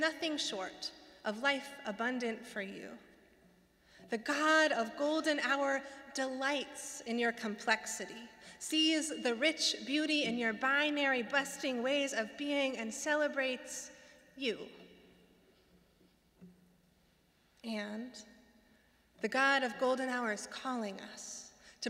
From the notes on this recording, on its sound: Sermons from Old South Church in Boston